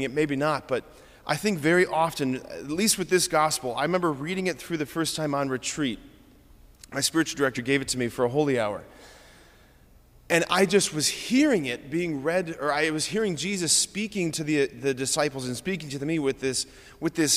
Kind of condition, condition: setting, large echoing room